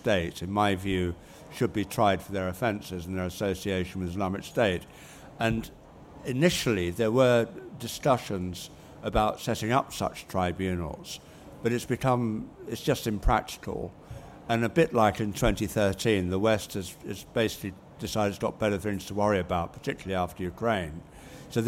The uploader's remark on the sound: debates at the 2023 Conservative Party Conference in Manchester